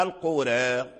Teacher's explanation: إذا وقفنا على القرى فصلنا يعني ألف القرى عن اللام · Term: الإمالة